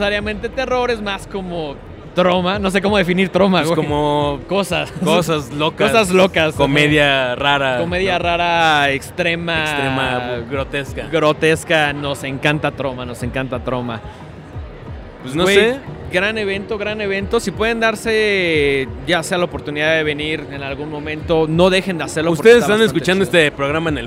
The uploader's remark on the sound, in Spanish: Primer programa grabado desde la Mole.